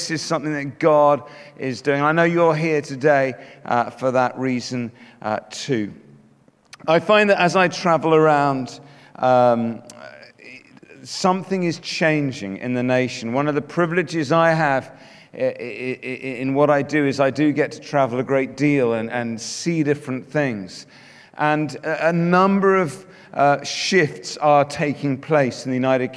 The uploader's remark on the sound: Speaking at The Message Conference 2019